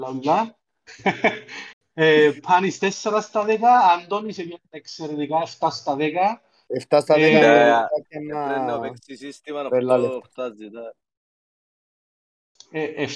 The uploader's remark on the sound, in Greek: Live συζήτηση στο discord του FPL Cyprus